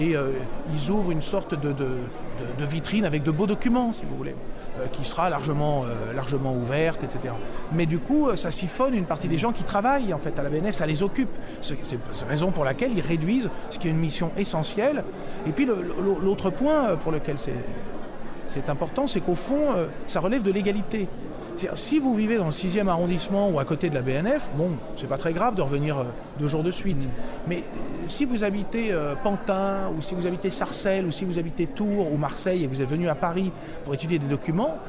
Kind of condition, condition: setting, busy venue